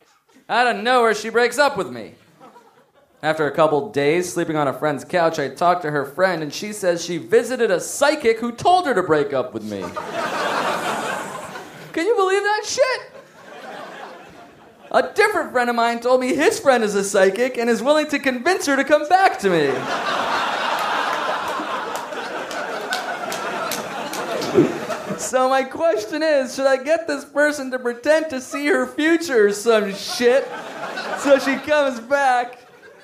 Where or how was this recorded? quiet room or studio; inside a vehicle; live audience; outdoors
live audience